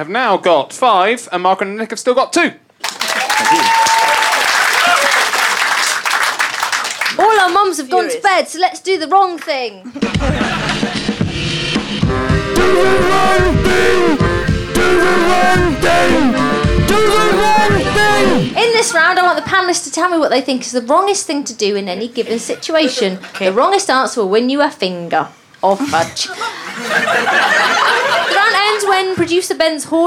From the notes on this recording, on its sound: recorded at the Pleasance at the Edinburgh Fringe 2012